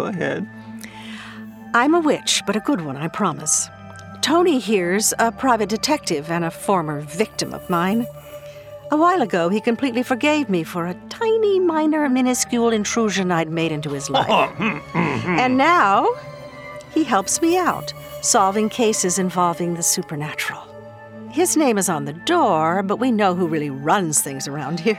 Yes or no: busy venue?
no